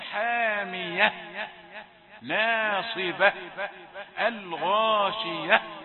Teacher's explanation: تقف على التاء بالهاء، لازم يخرج النفس، لازم يبان، وإلا تبان انت كلت الحرف الأخير في كل الجمل.